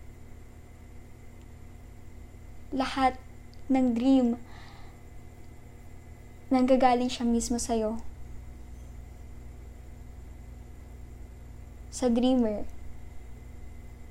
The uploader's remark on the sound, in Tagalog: Sorry sa background noises hehe pero sana naging clear pa rin.